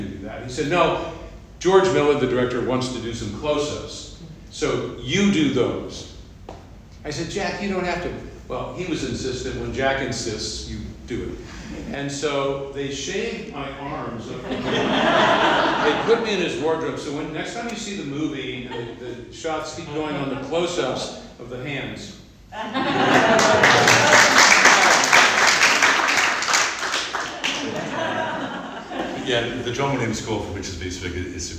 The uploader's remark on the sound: The audio was recorded by the NCH. There are also insightful questions from the audience.